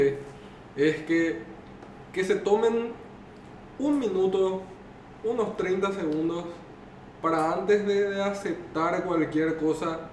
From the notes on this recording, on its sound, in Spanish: Pedimos disculpas por las dificultades técnicas